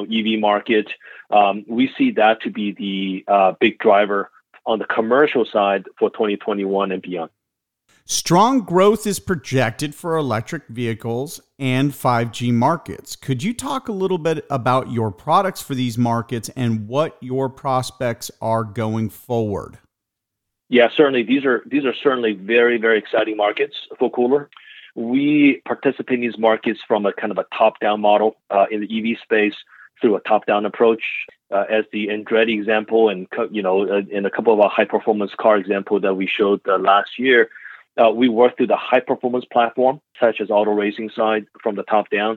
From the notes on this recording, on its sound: the recording of the shareholder update call from March 29th, 2021 at 12pm EDT